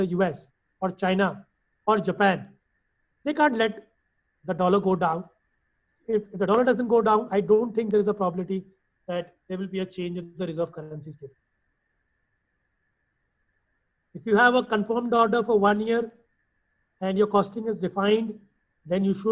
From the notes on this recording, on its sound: IFA Global's recorded webinar